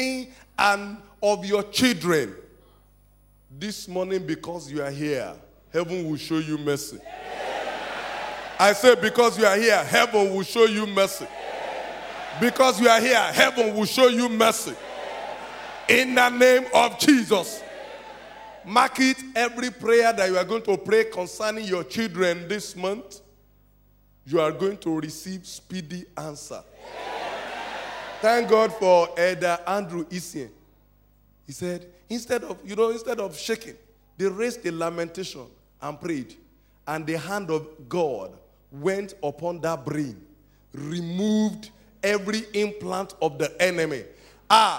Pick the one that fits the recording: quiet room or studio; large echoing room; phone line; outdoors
large echoing room